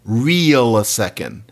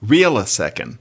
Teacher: Okay, that might be technically true, or it's true in mainstream English, not in Black English, because E is more like I in Black English · Shown in: second take